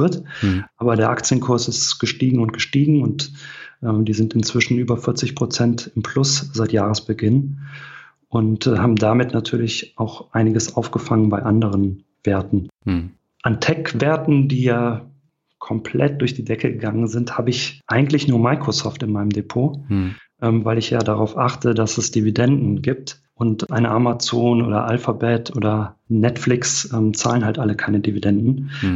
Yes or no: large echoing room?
no